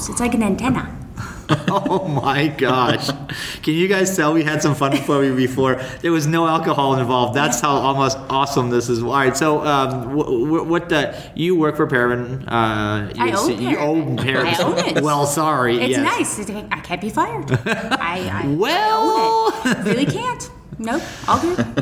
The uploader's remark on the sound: Live once again from Enfuse Conference 2017 in Las Vegas. Live once again from Enfuse Conference 2017 in Las Vegas.